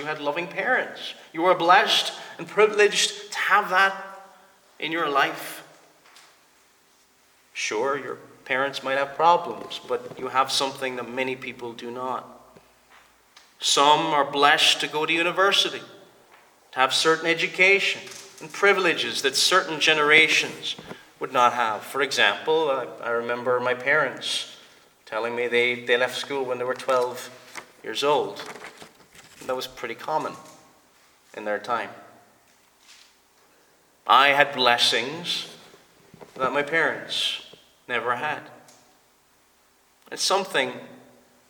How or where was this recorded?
large echoing room